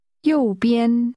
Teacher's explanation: The tones are high falling and high level.